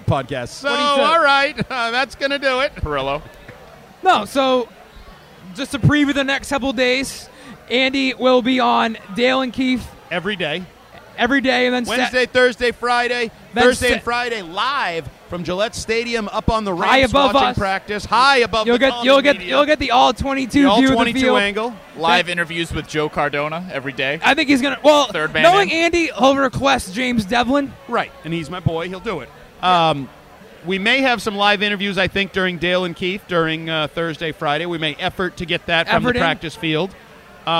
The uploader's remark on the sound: Episode 1 - Live from Lord Hobo Brewing in Woburn